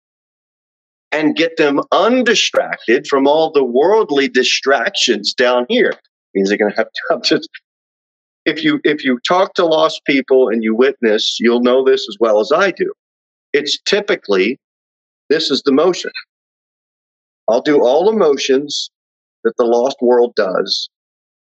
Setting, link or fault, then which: setting, large echoing room